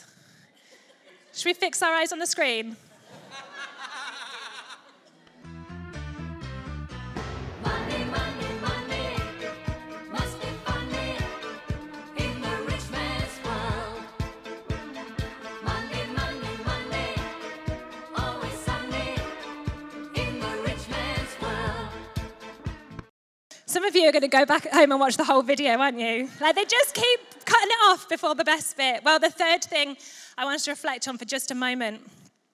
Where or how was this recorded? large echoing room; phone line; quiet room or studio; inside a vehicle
large echoing room